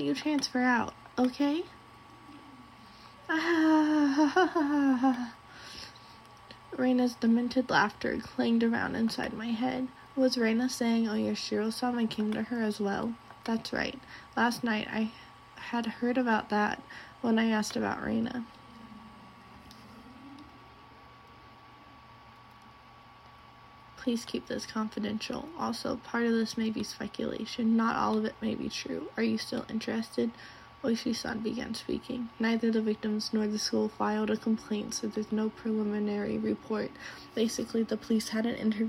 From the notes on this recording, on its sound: This one has the background sound